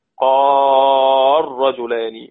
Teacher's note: كلمة قال تدغم إذا جاء بعدها حرف الراء بالرغم من أنها مفتوحة وقبلها ساكن، لأن هذه الكلمة مستثناة من القاعدة.